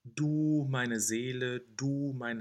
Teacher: Make sure that the du is always a very long and closed vowel.